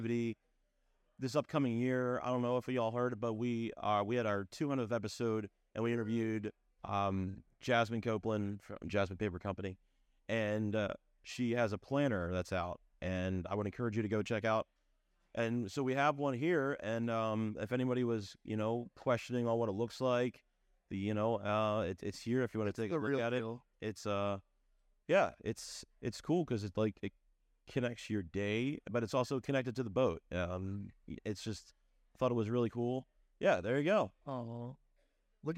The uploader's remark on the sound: Recorded live from “Bar City” on Rock Boat XXIII.